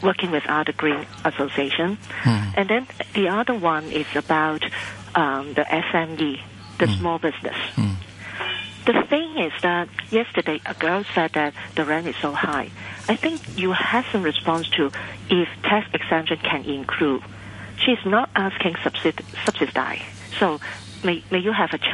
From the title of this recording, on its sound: Phone-in